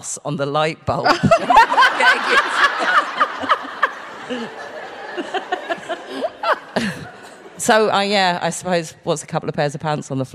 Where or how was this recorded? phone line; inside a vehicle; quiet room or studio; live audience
live audience